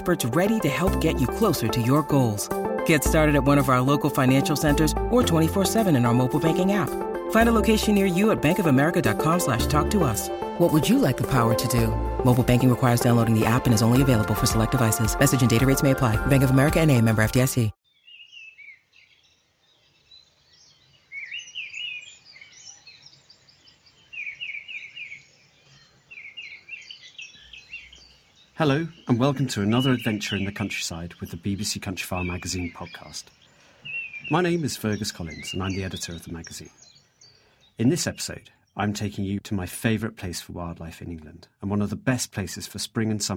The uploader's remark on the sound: Discover the glorious sounds of an English summer on Martin Down in Hampshire.